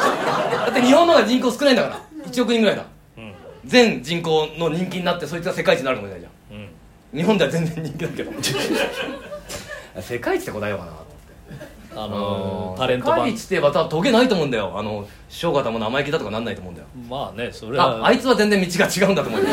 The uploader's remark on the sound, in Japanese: 公開収録。From Radiotalk。